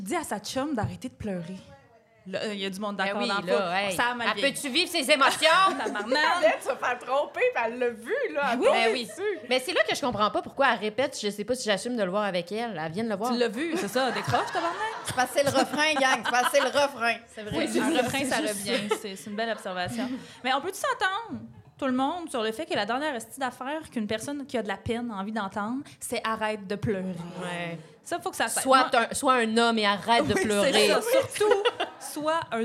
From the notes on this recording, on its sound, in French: enregistré à l'Idéal mercredi le 4 octobre 2023